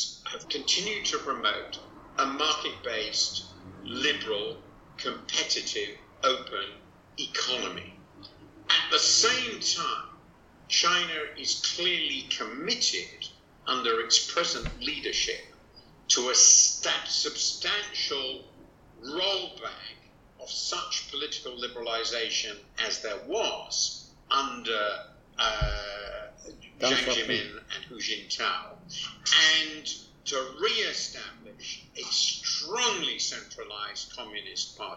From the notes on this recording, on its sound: Imperfect audio quality